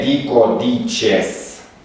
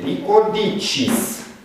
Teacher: vocala practic se închide la I · Shown in: second take · Term: apofoniei